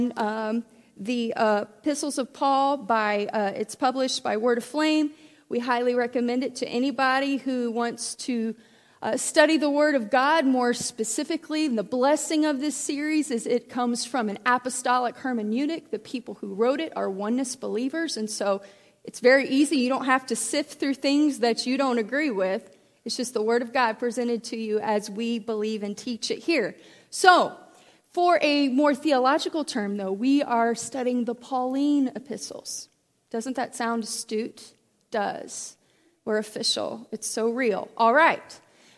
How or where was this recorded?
large echoing room